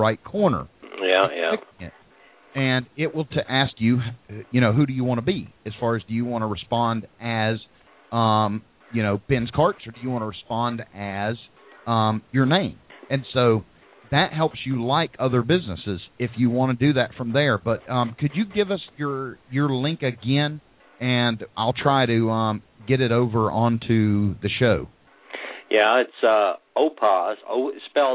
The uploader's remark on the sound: Street Vendor Call in show. Call in during the live Hot Dog Vendor Radio show with your questions or comments.